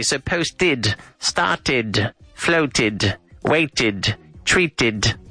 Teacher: No, it's more of an id. So, we do pronounce the E, but it's more of an I. So posted, started, floated, waited, treated.